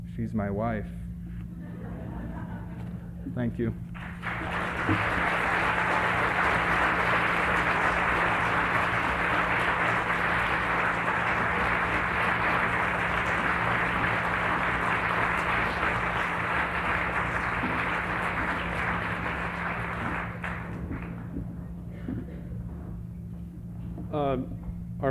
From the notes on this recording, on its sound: On the first night, at the Tischman Auditorium, panelists read from writers who first influenced them, and then from their own work.